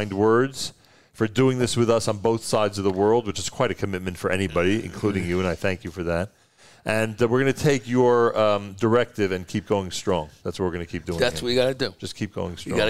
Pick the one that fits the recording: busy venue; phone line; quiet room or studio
busy venue